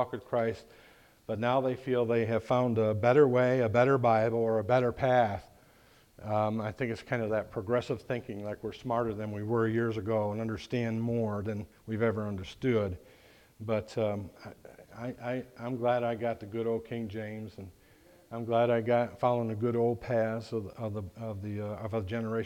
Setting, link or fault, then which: setting, large echoing room